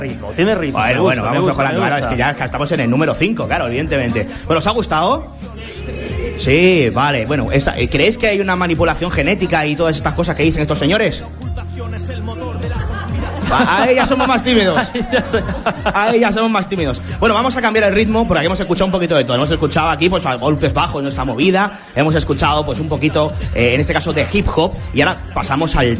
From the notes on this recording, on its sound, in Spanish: realizado ante público en Pinseque (Zaragoza) el pasado 24 de noviembre